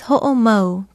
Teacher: It is spelled H-O-O-K-I-N-A-O-M-A-U. Be sure to pronounce that glottal stop between the O's, which is called an okina in Hawaiian.